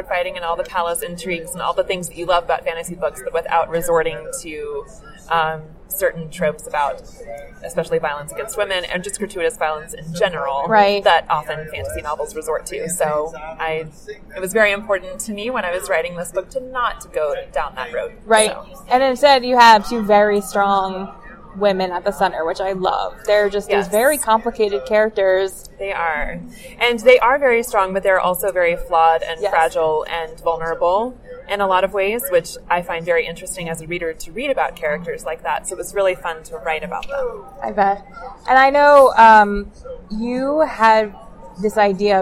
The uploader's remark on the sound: Interview was recorded at the American Library Association Midwinter Conference